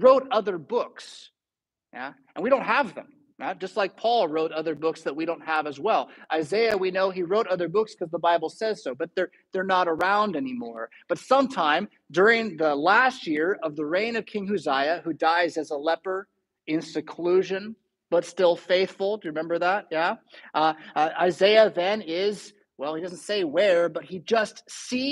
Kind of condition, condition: setting, large echoing room